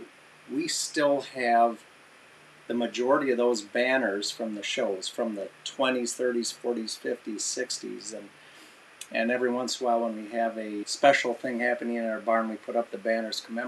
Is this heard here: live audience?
no